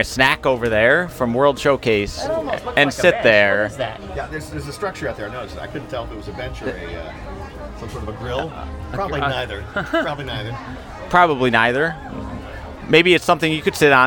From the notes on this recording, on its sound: On location, we talk about what we see from the Stave Church front porch.